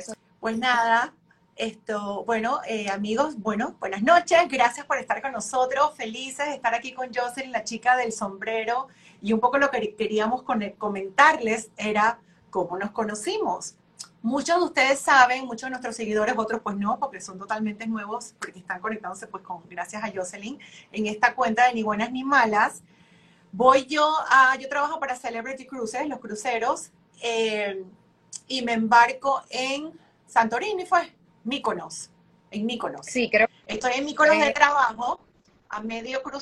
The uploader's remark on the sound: IG Live